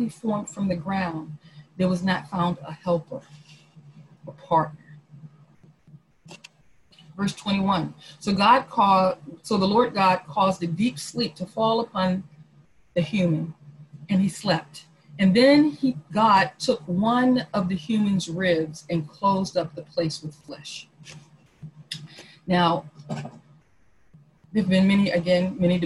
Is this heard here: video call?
yes